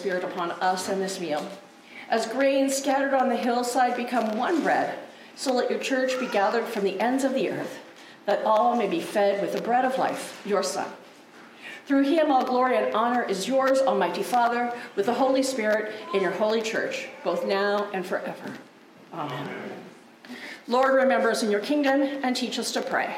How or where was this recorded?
large echoing room